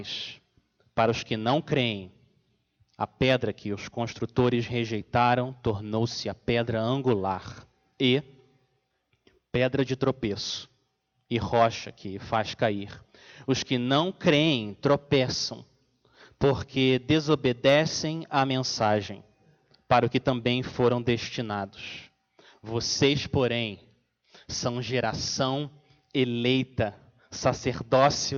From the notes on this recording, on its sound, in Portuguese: Mensagem gravada na Igreja Batista Jardim Minesota